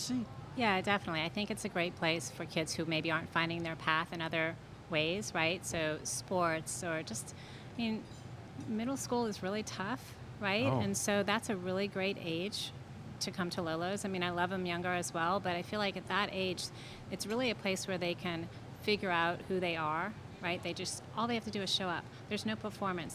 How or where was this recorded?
busy venue